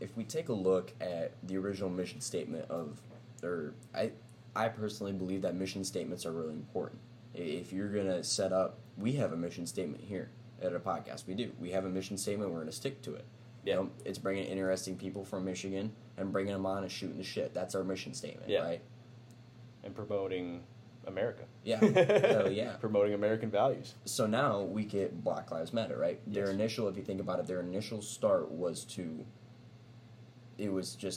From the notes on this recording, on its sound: Hang in there with the audio. Just moved locations so it should sound a whole hell of a lot better from now on.